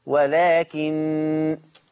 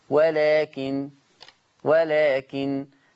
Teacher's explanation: لما تقف هتبقى النون مخففة بس ما فيش غنة · Shown in: second take